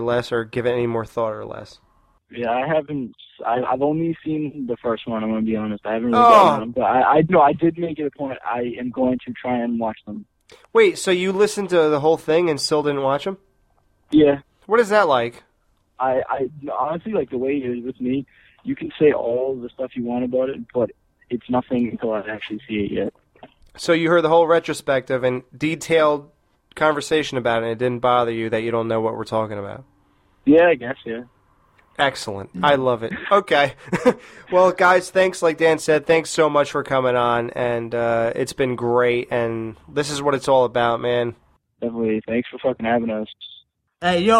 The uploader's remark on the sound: hack into the Crews phone lines at the end of their review